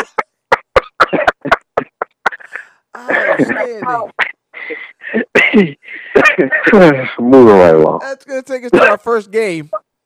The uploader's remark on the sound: took a few moments to hop on the phone